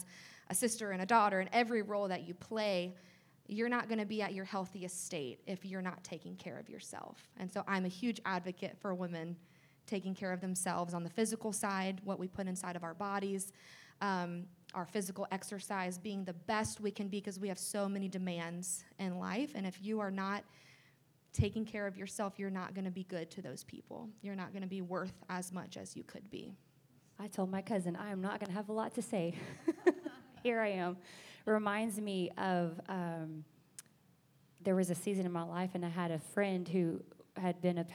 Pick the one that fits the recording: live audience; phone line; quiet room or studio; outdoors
live audience